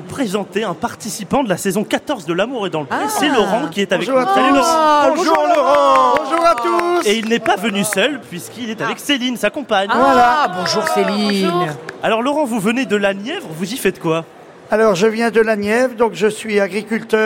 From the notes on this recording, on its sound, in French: en direct du Salon de l'Agriculture 2024